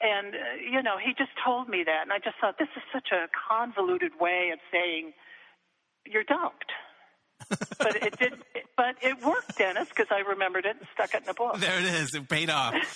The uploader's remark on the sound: connects via telephone